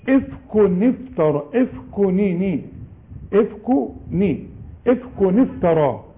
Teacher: لأن ساكن جنب ساكن ما بيسكنوش جنب بعض، فنكسر التنوين الأول نقول إيه؟ إفكو نفترى، إفكو ني ني، إفكو ني، إفكو نفترى، لان عشان نتخلص من الساكن الاولاني.